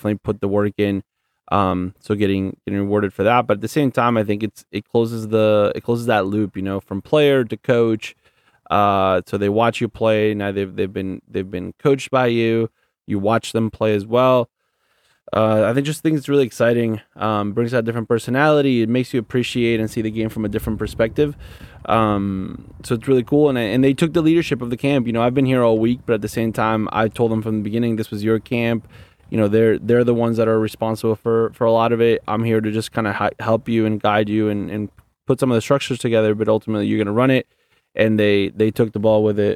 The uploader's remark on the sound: We're recording from the field! Record live from the DE Union Diamonds camp.